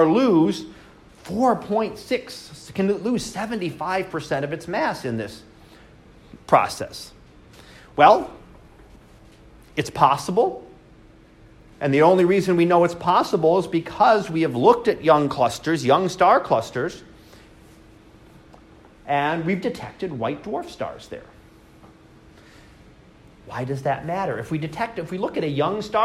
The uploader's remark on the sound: Live Class Lecture.